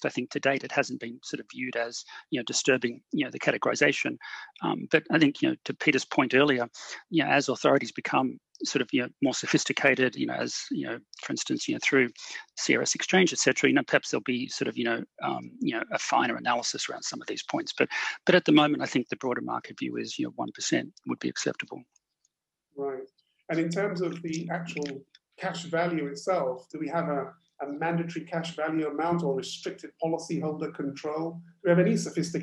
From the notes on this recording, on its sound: Webinar audio recording dated 8 Dec 2020.